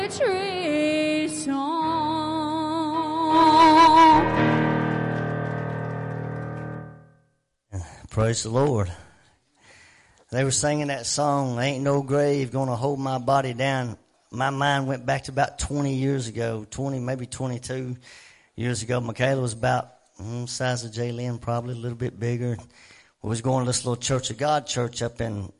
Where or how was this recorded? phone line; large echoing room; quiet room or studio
large echoing room